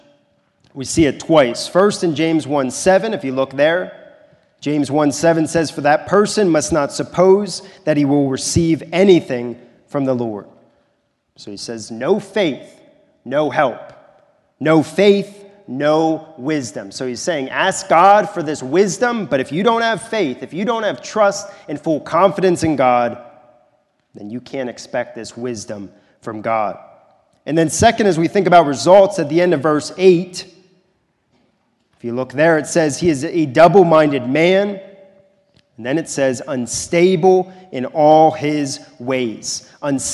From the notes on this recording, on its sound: This is a sermon recorded at the Lebanon Bible Fellowship Church in Lebanon, PA during the morning service of 1/28/2024